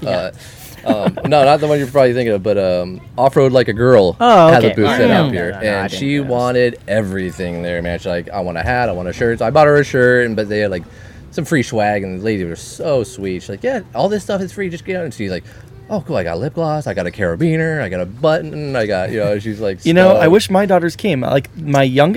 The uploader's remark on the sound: On location from Rigs & Brews. I hope you enjoy our first ever on location podcast from Rigs and Brews!!!